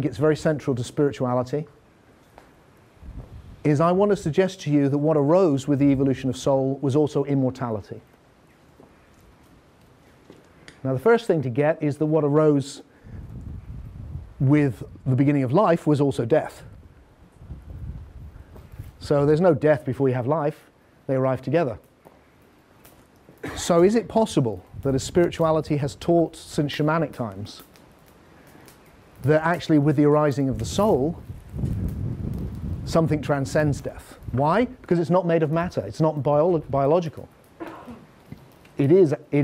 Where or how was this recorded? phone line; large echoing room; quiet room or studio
large echoing room